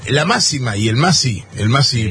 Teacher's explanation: reemplazando el sonido de la X por una S